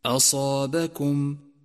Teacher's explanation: انتقل من ترقيق الهمزة إلى تفخيم الصاد والألف في كلمة أصابكم، أصابكم، وإياك من الخلط بين الصفات.